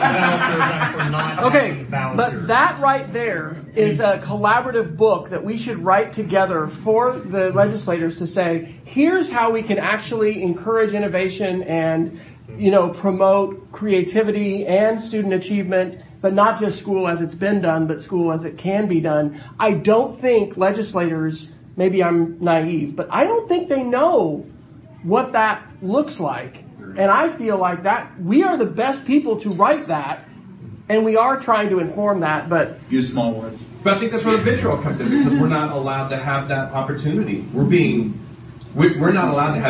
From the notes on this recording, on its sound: This podcast is an audio recording of the session. At EdCampOKC.